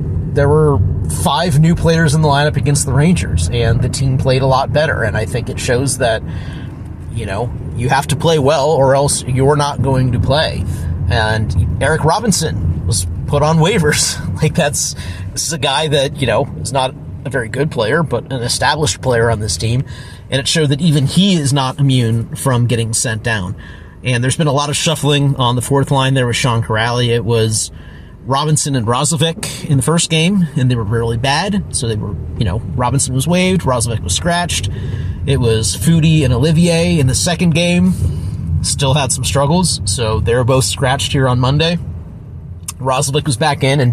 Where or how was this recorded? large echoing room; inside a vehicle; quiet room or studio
inside a vehicle